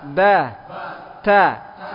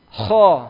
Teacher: Ini semuanya datar, tipis. Kho. Harus tebal.